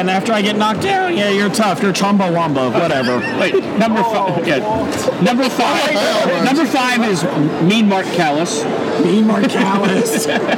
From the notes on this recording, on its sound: recorded at the 2017 Cincinnati Comic Expo